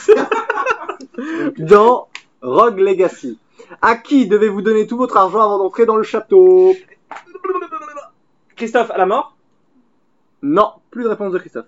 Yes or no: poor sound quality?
yes